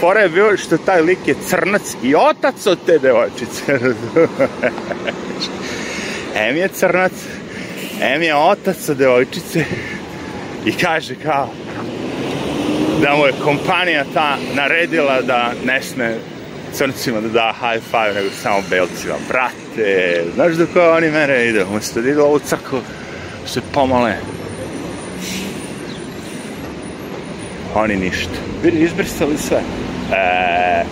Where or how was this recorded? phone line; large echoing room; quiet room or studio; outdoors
outdoors